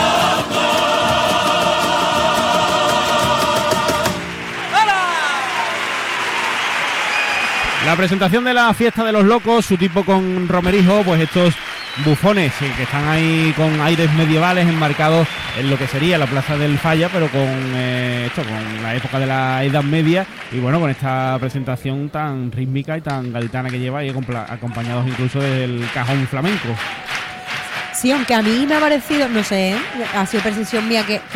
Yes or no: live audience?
yes